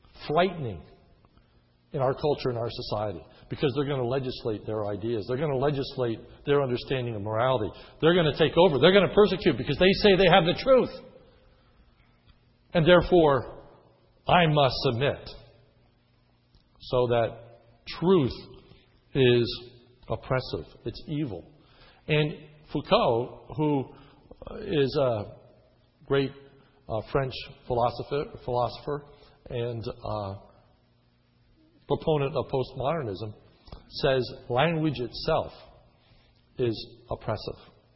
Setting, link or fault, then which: setting, large echoing room